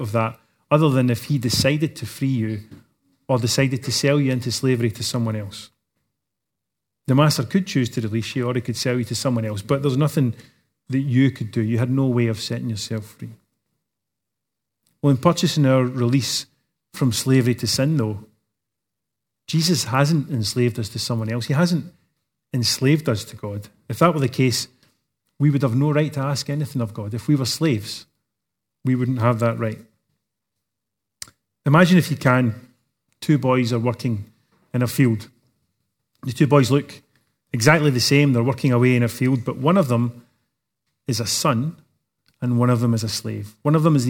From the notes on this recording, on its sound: Recorded live at Grace Community Bible Church.